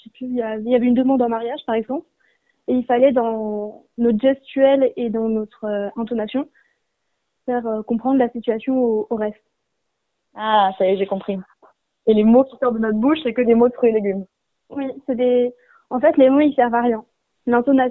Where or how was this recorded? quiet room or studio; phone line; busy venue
phone line